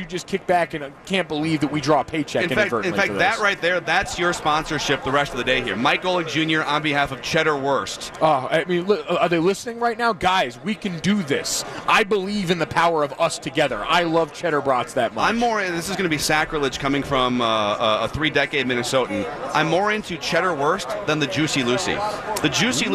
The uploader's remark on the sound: Live from Radio Row all week.